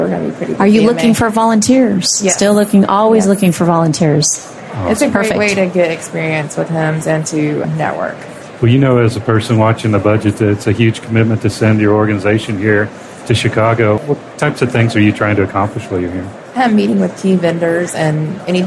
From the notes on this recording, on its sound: the episodes were broadcast live in CTGHS’s booth at the The HIMSS15 Annual Conference and Exhibition